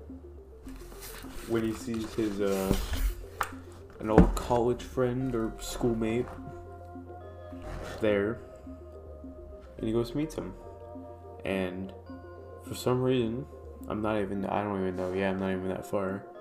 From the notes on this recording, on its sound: I'm using audicity to record my audio because when recording via the website the audio sounds terrible. If you hear some rough cuts or background static then it's me messing with audio design.